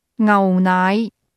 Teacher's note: The tone first falls to the low level, then rises.